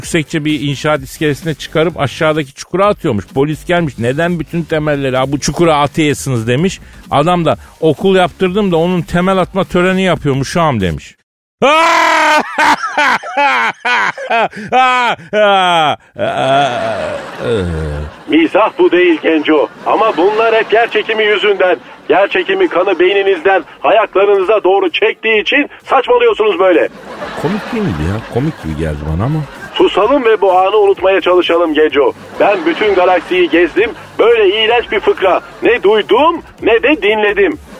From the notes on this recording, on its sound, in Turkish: 16 yaşına döndürülen beyin ile telefon görüşmesi. Stüdyoda.